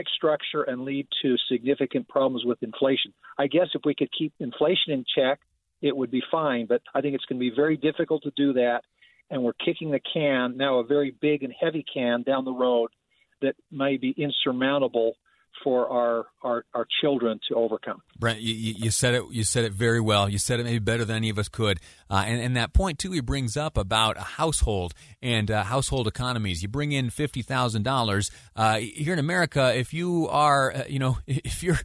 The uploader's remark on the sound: Listeners call in to talk about their opinion on the new package.